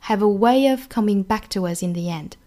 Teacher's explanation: way 的发音呢是双元音 a of 的发音呢是元音 a 所以说两个元音碰撞这里面呢是加 ye 的情况